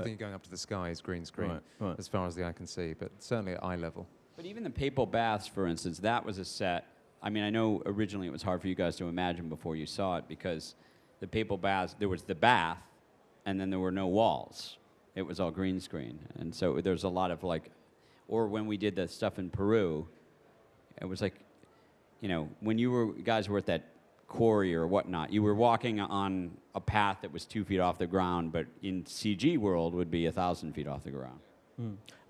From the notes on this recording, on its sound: At the Apple Store, Covent Garden in London.